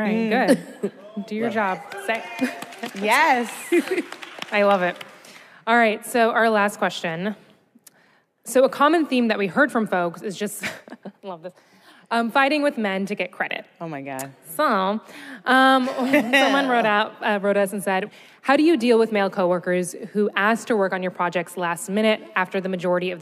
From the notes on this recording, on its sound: We recorded this episode live onstage at Werk It, the women’s podcasting festival from WYNC Studios, earlier this month at the Ace Hotel in Los Angeles.